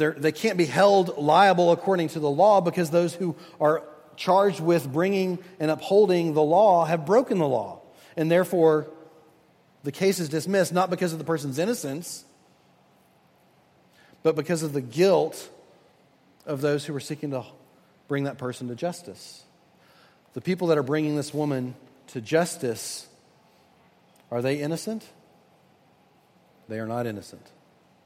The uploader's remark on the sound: at Redeemer Presbyterian Church in Charleston, SC